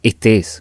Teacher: se cae en el error de decir este es, omitiendo una de las dos E. Aquí lo que tenemos que hacer es estirar la vocal que se reitera para darle el doble sonido y pronunciar las dos C en este caso.